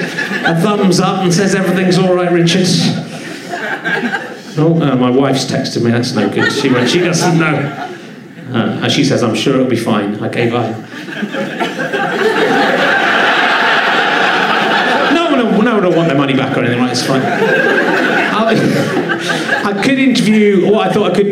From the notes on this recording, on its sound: Leicester Square Theatre Podcast - Stand-Up Bonus 2013. Audience warm up set from Monday night. As he goes on stage, he is slightly nervous. He's looking for alternative guests in the crowd.